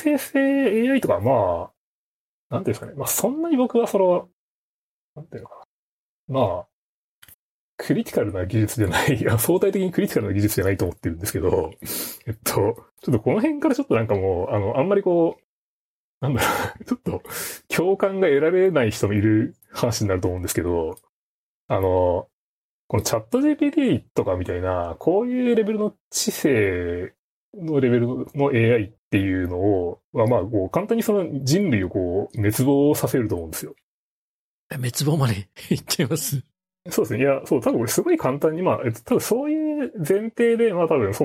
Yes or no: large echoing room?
no